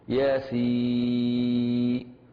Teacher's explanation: عندنا سين ممدودة بست حركات من الجوف